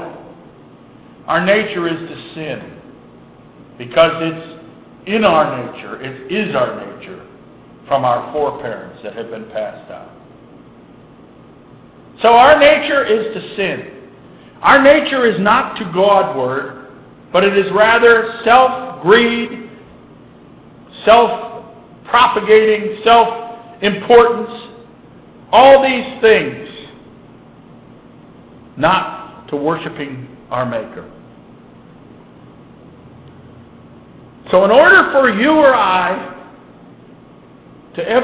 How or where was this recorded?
large echoing room